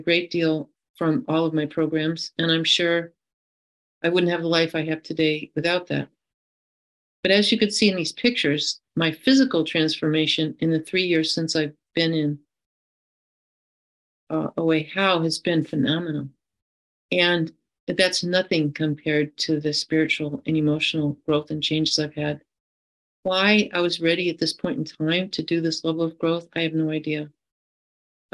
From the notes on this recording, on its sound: Friday Online Meeting. This recording is from an Overeater Anonymous H.O.W.